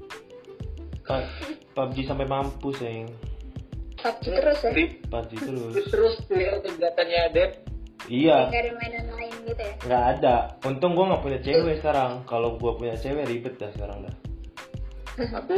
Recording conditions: poor sound quality